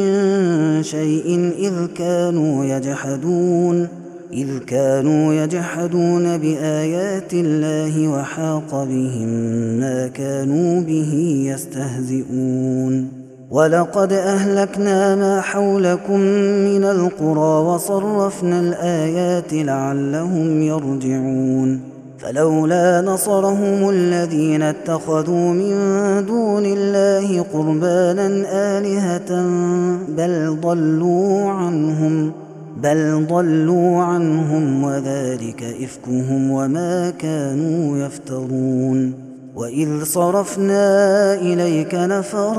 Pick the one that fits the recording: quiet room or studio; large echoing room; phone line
large echoing room